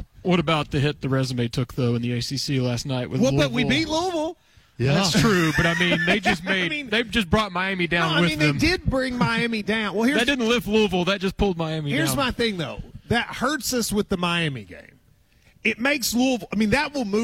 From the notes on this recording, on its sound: KSR is Live from KSBar & Grille